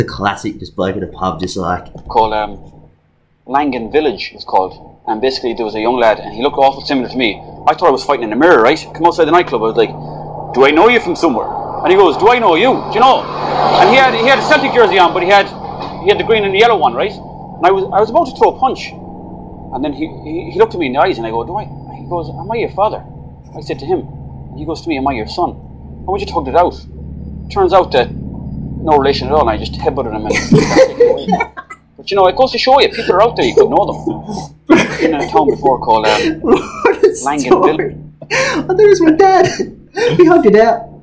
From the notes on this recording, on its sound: Apologies in advance if the sound quality.